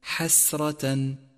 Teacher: وانتبه إلى همس السين وتفخيم الراء، فخمت لأنها مفتوحة